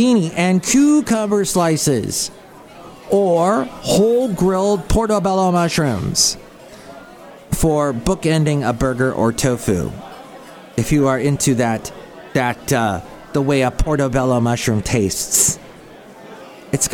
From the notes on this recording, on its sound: podcasts live from Cafe Anyway